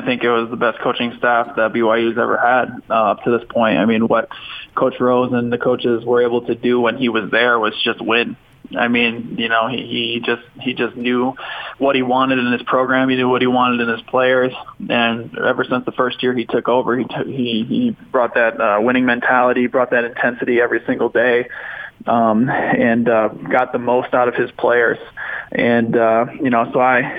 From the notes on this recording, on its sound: called in to the show